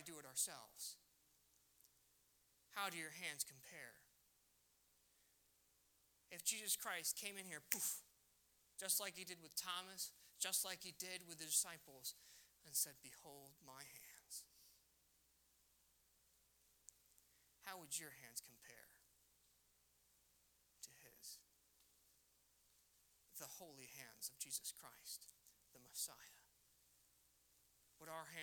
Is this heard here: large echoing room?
yes